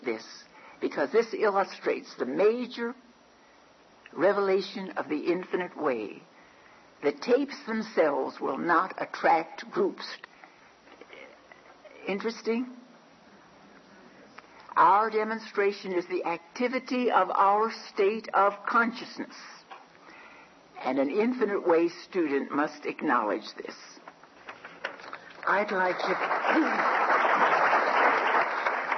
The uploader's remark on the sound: The setting was the World Work Conference in Denver, Colorado. There were about a thousand people at the conference.